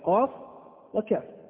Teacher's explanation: القاف والكاف متقاربان في المخرج، نعم متقاربان في المخرج، يخرجان من أين؟ من أقصى اللسان